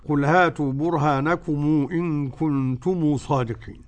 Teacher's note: المد المنفصل عندهم بمقدار 2 حركات